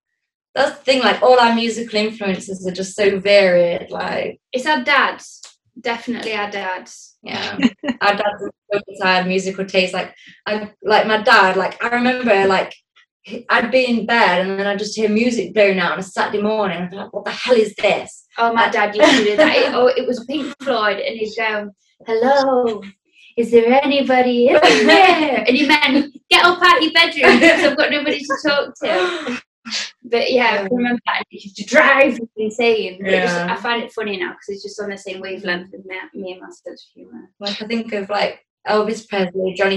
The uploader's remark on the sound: Recorded on May 26th on Zoom